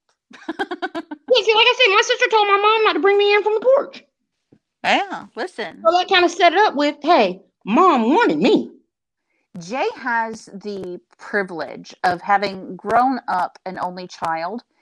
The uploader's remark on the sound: Brings Sound Issues